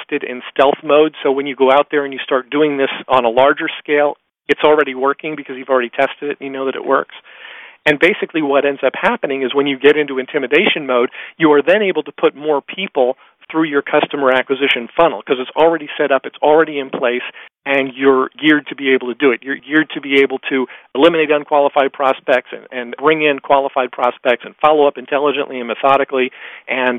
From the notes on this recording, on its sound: excerpt from a live Top Secrets teleconference